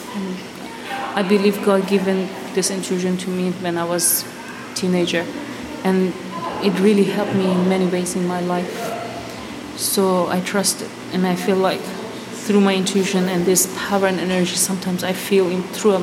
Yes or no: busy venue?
yes